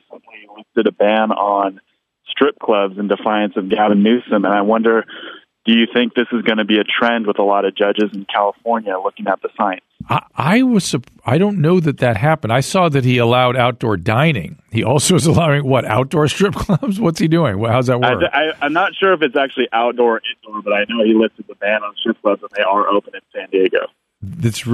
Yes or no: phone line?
yes